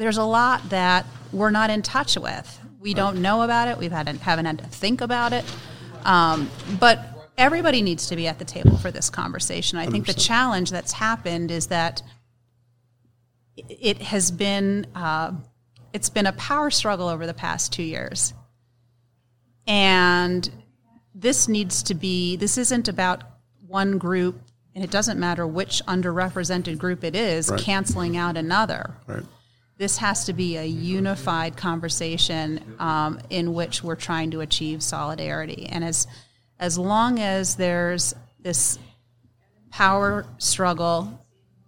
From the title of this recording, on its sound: Live from SHRM Talent